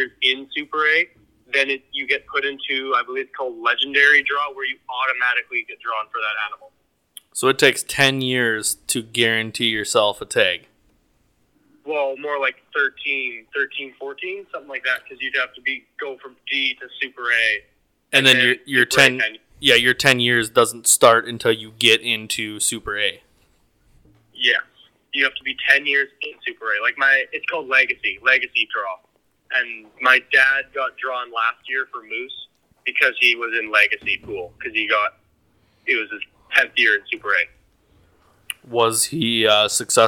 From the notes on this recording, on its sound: Is joined in the studio. The guys are joined by phone in guest.